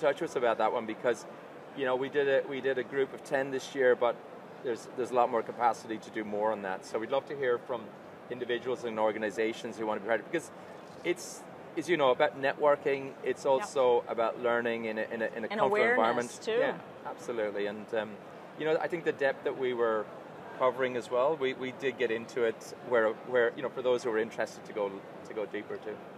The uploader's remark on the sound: The first episode of our Live Coverage at Money2020 Europe just dropped.